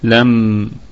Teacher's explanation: الميم ساكنة في الدرجة الرابعة من درجات الغنة، طبعا نقف عليها بوجه واحد فقط بالسكون، لم ونراعي الصفة البينية في الميم، يعني هي بين الشدة والرخاوة، لم. طيب ميم ساكنة أتى بعدها حرف التاء فحكمها إظهار شفوي، إظهار شفوي.